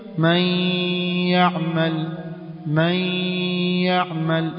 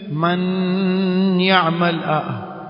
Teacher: usitoe kwenye ulimi bali ile sauti atoka puani · Shown in: first take · Term: idgham kwa ghunna